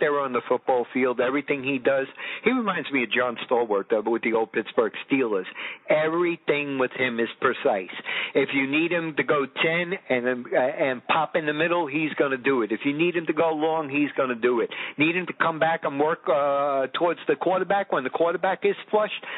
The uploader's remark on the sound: On the telephone. He doesn't have a computer or cell phone. Analog at it's finest.